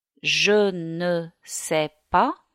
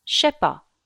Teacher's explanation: It is the case of many short words ending in e, the ne of the negative, of the preposition de, the article or pronoun le, even the subject pronoun je, which becomes a kind of sh sound · Shown in: second take · Term: gliding